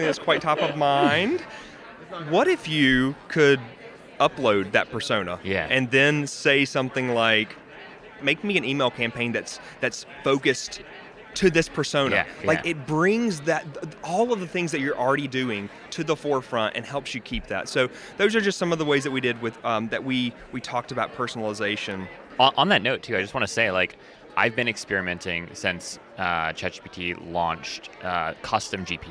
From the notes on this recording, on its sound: This episode was live recorded at the 2023 AMA Symposium for the Marketing of Higher Education.